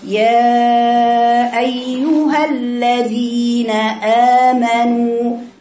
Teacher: بقول هنا يا ايها بمد اربع حركات. ايها خلي بالكم في القراءه بدي الياء المشدده انهم يا ايل، يا ان ساكنه ويا ان متحركه مضمومه، وبجيب الهمزه من مخرجها اللي هو اقصى الحلق.